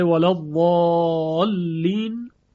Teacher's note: در این گونه مدها هم طبق معمول قراء به اشباع خونده به طول و حدود 6 حرکت به مقیاس متأخرین و 3 الف مدی به مقیاس متقدمین عرض · Term: مد لازم